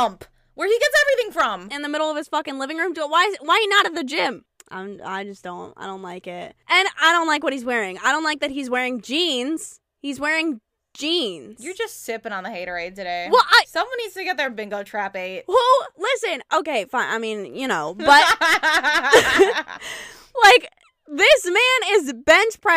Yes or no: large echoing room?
no